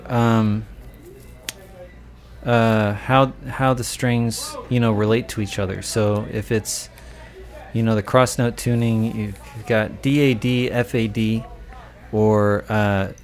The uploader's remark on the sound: at the Blue Front Cafe